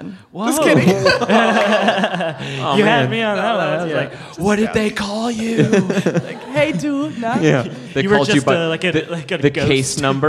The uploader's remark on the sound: It's our first live show in a long while. Is recorded live at the Comedy Café Berlin in Berlin, Germany.